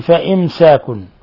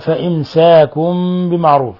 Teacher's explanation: ميم ساكنة جاء بعدها السين إظهار شفوي في نفس الكلمة فإمساكن، لا يجوز أن نضغط عليها ونقول فإمساكن هذا خطأ، وإنما فإمساكن بمعروف.